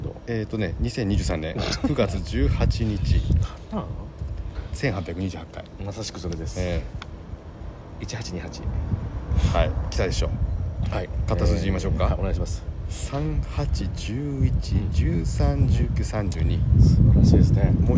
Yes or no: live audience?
no